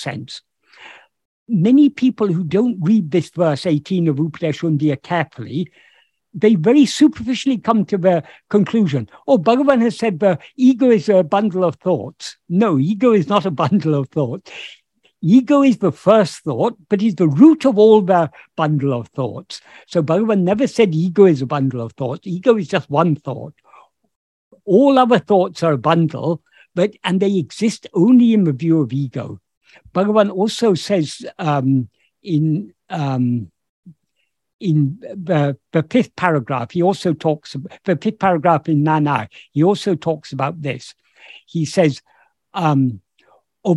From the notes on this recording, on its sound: In a Zoom meeting of the ‘Ramana Maharshi Foundation UK’ on 30th July 2022